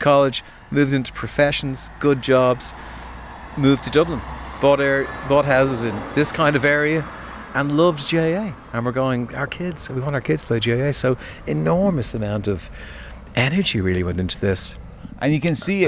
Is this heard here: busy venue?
yes